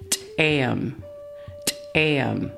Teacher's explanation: The ejective T sound in Klallam is pronounced just like the English letter T, but with a stronger pop.